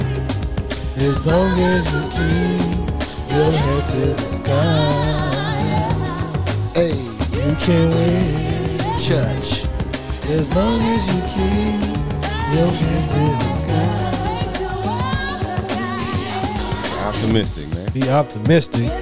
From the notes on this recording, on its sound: Live from The Playas Club